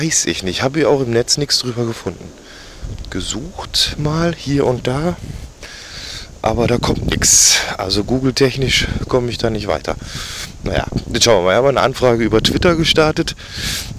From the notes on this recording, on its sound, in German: Erste Außenaufnahme (windig)! HTC Audio Recorder, AudaCity.